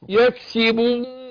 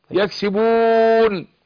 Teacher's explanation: الواو اللي هي بتخرج من الشفتين بانفتاح · Shown in: second take